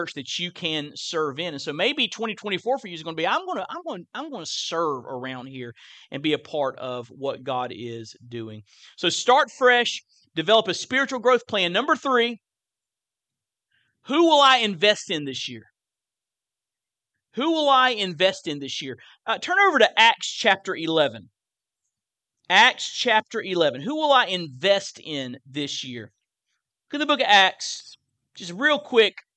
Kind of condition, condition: setting, large echoing room